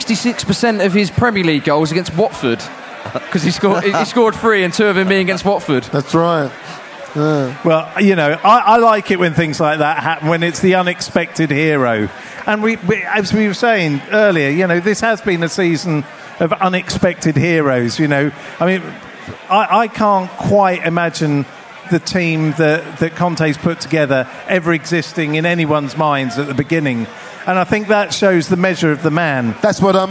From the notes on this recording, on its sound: On tonights podcast we bring you the show live from Under The Bridge!